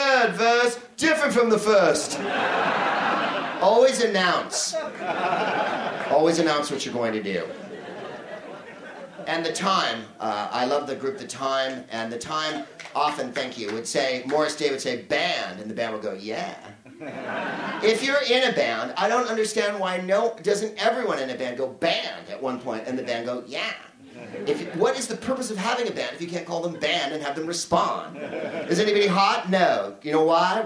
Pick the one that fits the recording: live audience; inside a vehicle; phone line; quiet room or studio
live audience